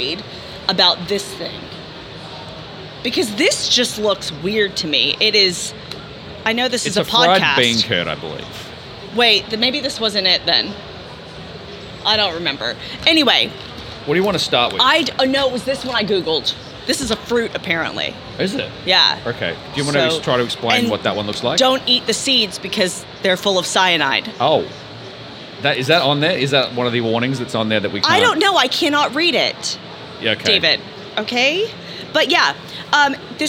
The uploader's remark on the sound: We talk all things Pax and all things snacks right from the Audio Technica booth on the Pax Aus show floor.